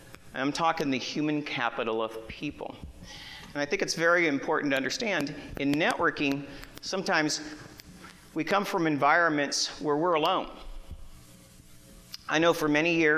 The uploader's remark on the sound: Broadcast live from the main stage at the 2018 iNetwork Expo in Phoenix Arizona.